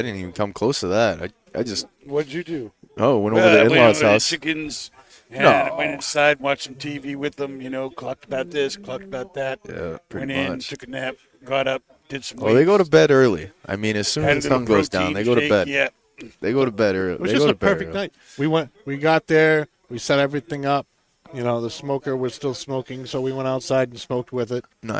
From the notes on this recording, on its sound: Recorded live from the 7-20-4 Lounge!